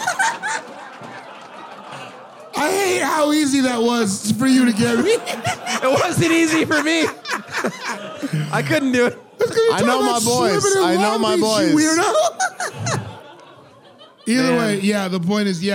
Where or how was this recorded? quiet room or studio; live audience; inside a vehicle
live audience